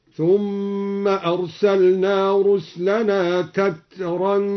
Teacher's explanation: قرأ الدوري بتنوين تترى تترا، وهو مصدر بمعنى التتابع على وزن نصر، والألف غير ممالة على الأصح